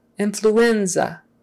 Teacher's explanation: Stress on the N. Influenza. Second to last syllable.